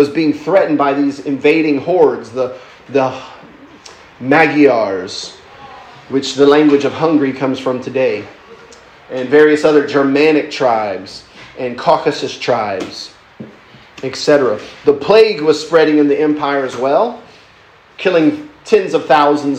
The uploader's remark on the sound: lecture given at Christ Church academy